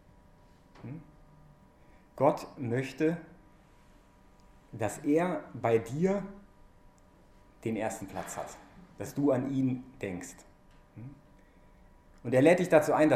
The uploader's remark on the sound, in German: während der "BeFree Messe" am 6-3-2021 im Zentrum Johannes Paul II.